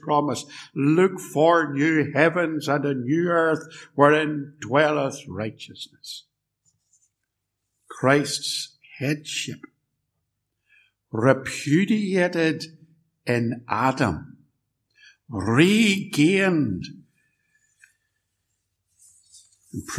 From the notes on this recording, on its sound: Sermon preached at Ballymacashon and Templepatrick Reformed Church. Recorded at TRC and used by kind permission.